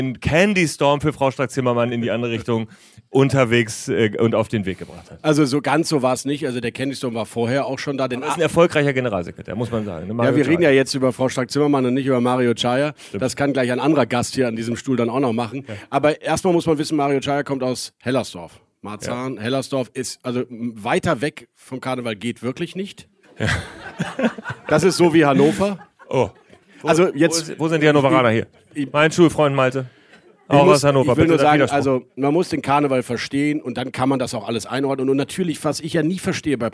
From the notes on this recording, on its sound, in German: Ihr erfolgreiches Podcast-Format live präsentiert. Vor Publikum.